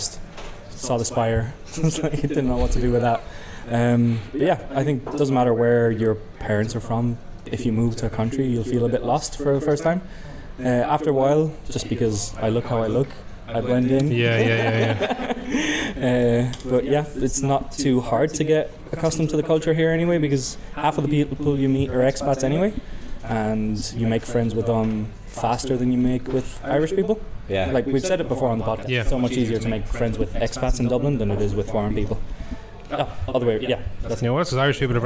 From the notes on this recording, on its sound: Today’s episode is a live podcast from the Black Sheep pub in Dublin.